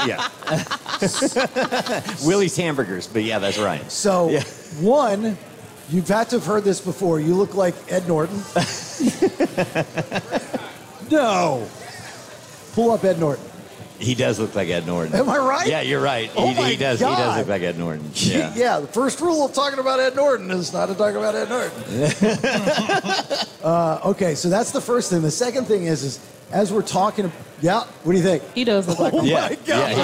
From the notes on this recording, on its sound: The show is live at Twin Peaks. Nothing Personal is played onsite with listeners who were in the building.